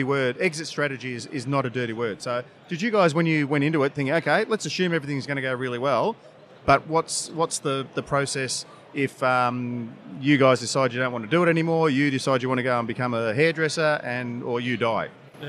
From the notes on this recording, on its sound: This week's episode was recorded at BrewCon 2018. The expansive event in Sydney this year.